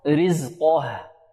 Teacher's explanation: طيب والهاء سنقف عليها لأنها رأس آية، الهاء هذه ترقق رزقه، يحذر الطالب أن يفخم الهاء لمجاورتها القاف فيقف عليها كذا علي.